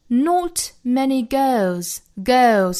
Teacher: 它没有字母二的发音，因为我们说英国人的舌头是直的，是板的，它不会卷舌头啊